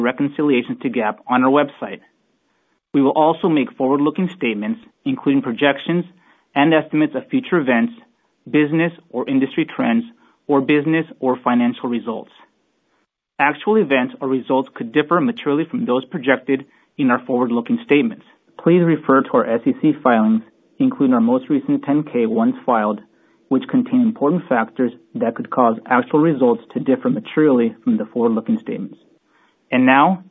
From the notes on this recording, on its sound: Earnings Conference Call